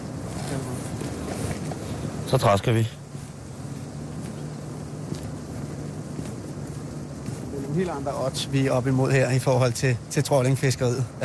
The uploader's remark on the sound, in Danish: Har lige sendt live fra Folkemødet på Bornholm.